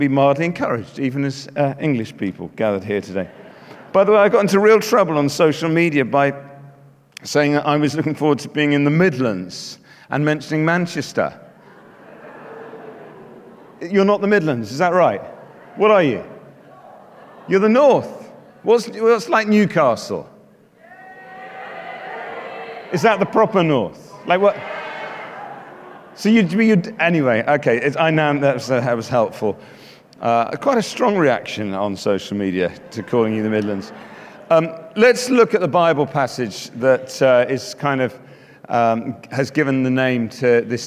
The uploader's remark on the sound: Speaking at The Message Conference 2019